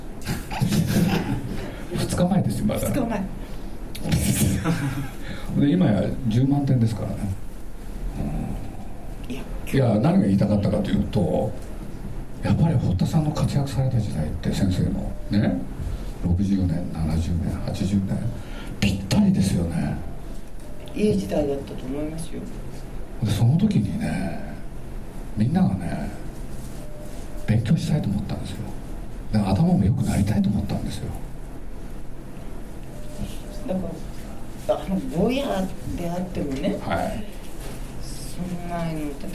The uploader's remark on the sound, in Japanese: 三省堂書店池袋本店4階にて行われた。